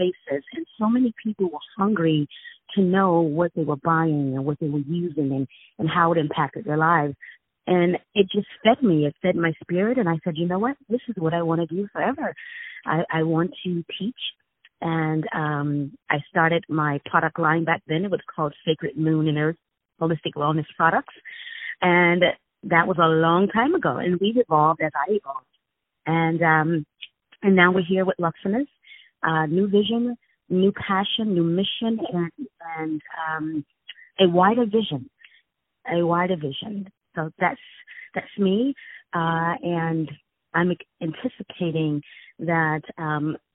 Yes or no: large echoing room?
no